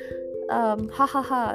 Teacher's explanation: you find a nasality in posed laughter